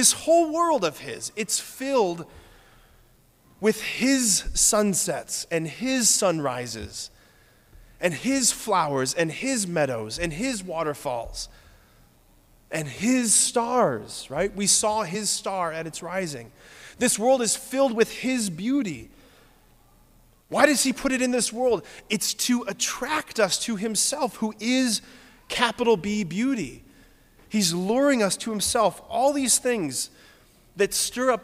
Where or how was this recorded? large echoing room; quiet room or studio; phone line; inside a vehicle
large echoing room